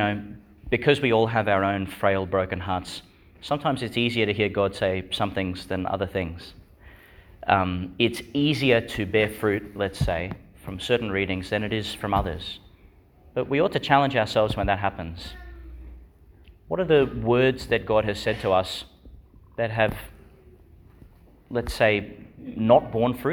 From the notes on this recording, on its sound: Homily for the Fifteenth Sunday in Ordinary Time, delivered in Our Lady Star of the Sea, Gladstone, Qld.